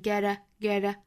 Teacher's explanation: 注意 get 和 a 做连读的时候呢这个 t 变成了 flap t,那不要读成 get a,要读成 get a, get a,舌尖呢在上颚的部分一闪而过 r, r, get a